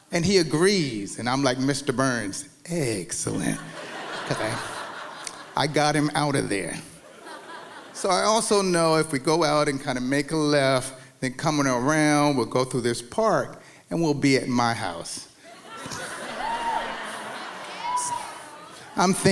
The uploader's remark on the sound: true stories told live on the Story District stage